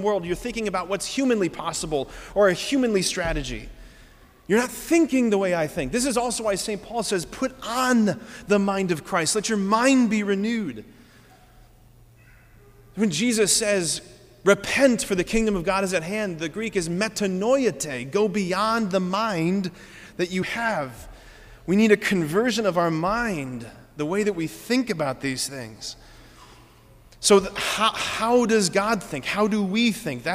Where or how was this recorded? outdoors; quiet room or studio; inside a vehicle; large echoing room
large echoing room